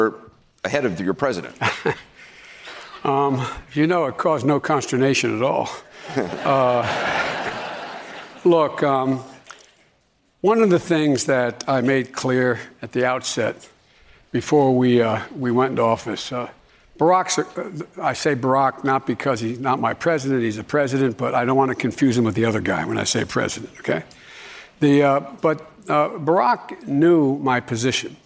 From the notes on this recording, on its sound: During a live town hall. At The Novo in Los Angeles.